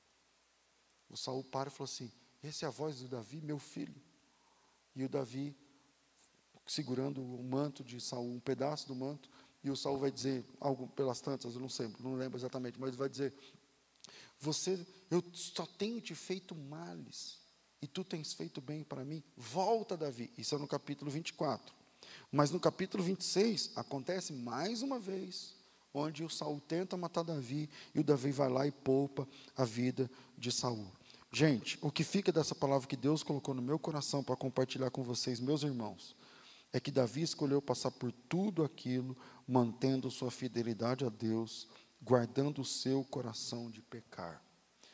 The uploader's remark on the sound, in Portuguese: Culto ao vivo